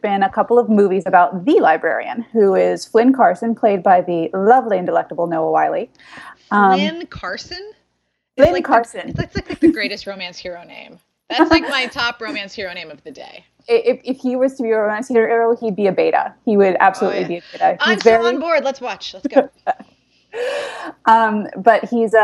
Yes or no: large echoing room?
no